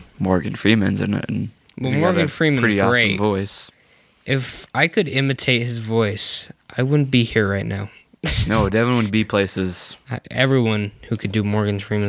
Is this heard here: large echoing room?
no